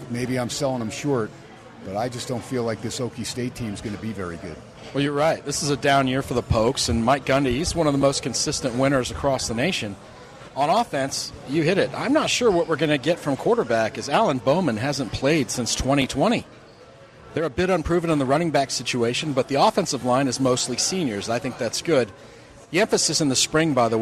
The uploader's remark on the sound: "Live" from #SteinersPub in #LasVegas